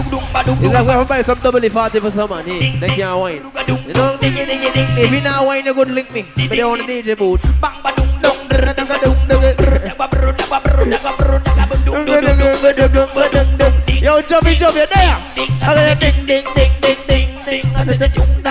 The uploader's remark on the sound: LIVE AUDIO FROM FREAKY GIRLS BOAT CRUISE.